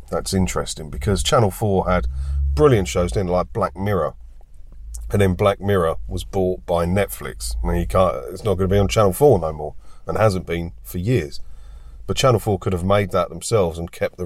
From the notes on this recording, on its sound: Join me for a chat in my car today